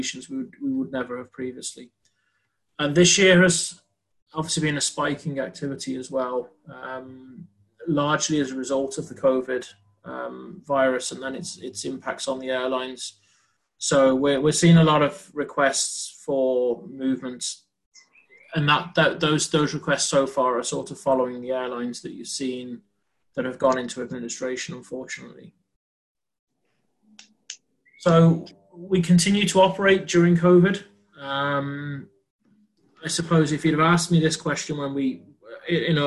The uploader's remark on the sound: This is the recording of the 4th APTN aircraft lessor, VP Technical and APTN Enterprise members Zoom Call